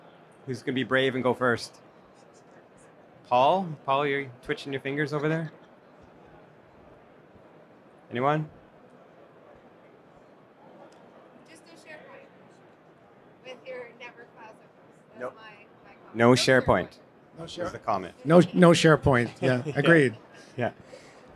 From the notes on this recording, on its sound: Recorded live from the trade show floor at PDAC 2023.